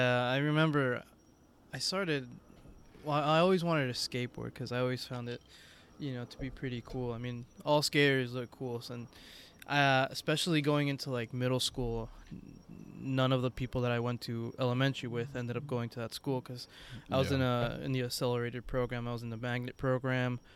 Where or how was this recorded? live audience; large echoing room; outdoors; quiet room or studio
outdoors